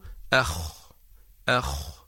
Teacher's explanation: الخاء تخرج من أدنى الحلق يعني من ملتقى جذر اللسان مع الحنك اللحمي، ولكنها أعلى بقليل من مخرج الغين، نقول أخ أخ، وهنا نلاحظ أن المخرج مفتوح وليس فيه انقفال، نقول أخ يخرج خالدين. · Term: حرف الخاء